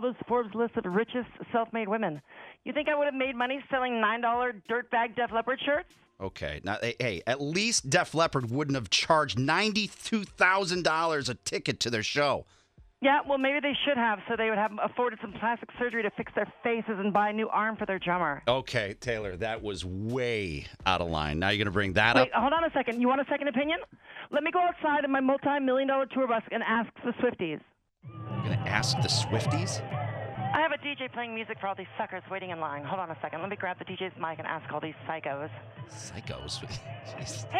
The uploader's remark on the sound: calls in from her trailer outside of Soldier Field